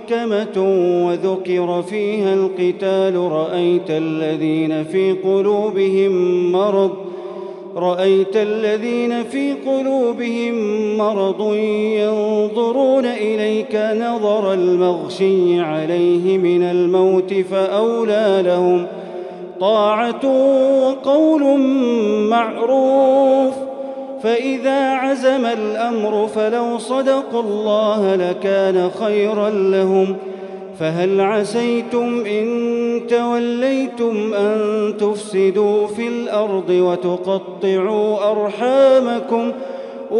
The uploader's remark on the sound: Taraweeh Prayer in Masjid Al Haram, Makkah, Saudi Arabia